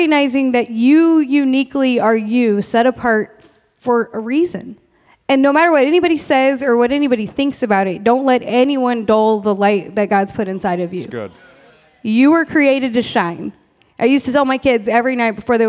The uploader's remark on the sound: We had a live recording to celebrate our 100th pod